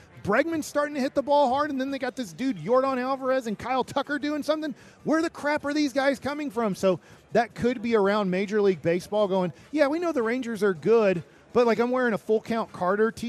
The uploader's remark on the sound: LIVE from Radio Row in Las Vegas!